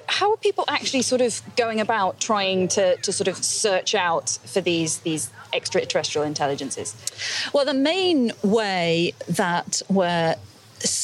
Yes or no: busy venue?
yes